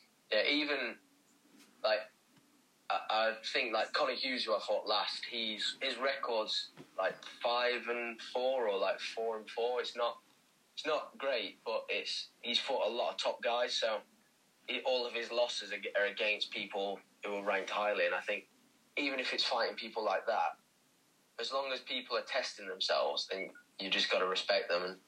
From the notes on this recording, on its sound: via phone call